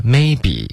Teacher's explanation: Okay, maybe 要注意不要发 maybe。Maybe, OK,它不是一个的的的一个语调，它是一个 maybe, OK,所以重音是第一个，然后要注意双元音 may